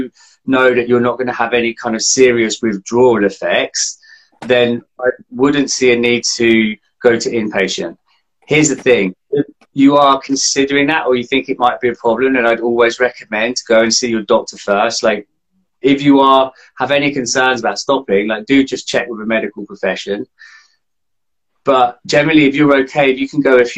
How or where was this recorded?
video call